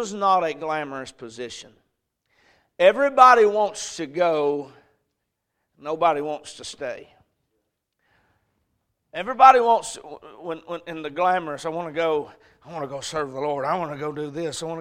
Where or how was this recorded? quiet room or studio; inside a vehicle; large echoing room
large echoing room